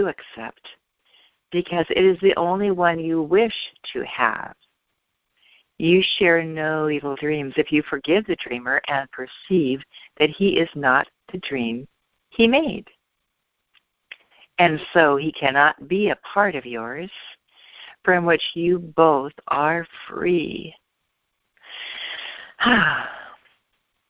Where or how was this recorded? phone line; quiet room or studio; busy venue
phone line